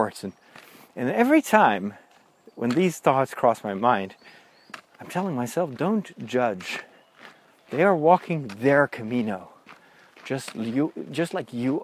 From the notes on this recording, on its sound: In this special second episode recorded while walking the Camino.